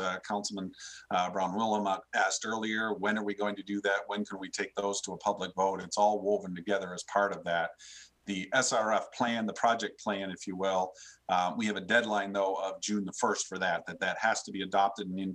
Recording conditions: video call